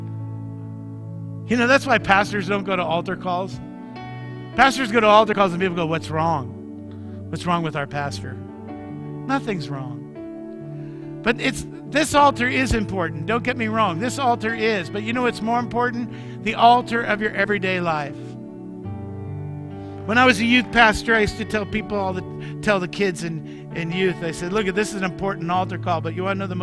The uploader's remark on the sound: Mt. Zion Church Live!